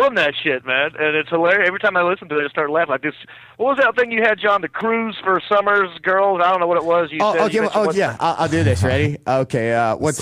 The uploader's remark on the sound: Is in Detroit to film a movie, but is on the phone.